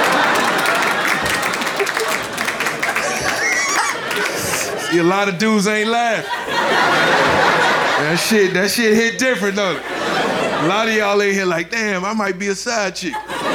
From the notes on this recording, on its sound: Live from Tribeca